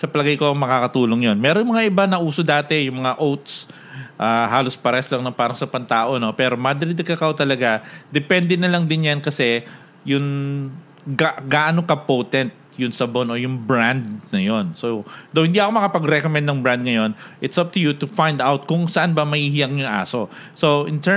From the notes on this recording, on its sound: We read comments and ask questions from our live audience.